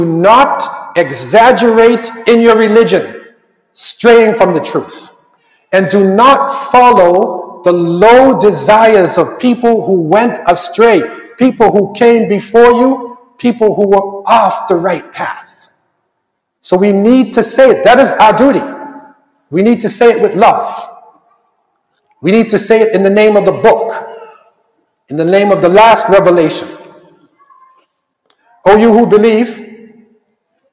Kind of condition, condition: setting, large echoing room